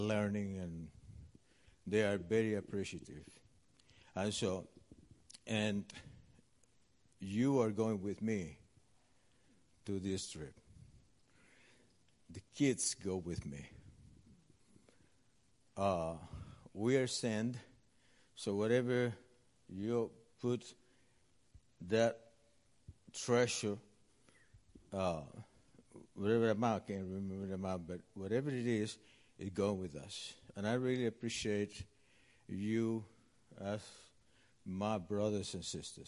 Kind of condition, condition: setting, large echoing room